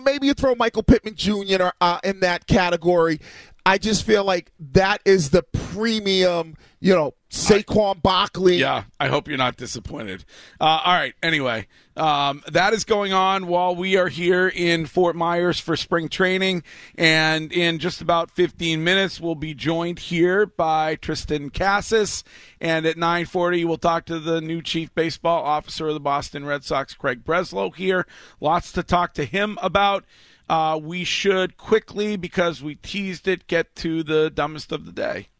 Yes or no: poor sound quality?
no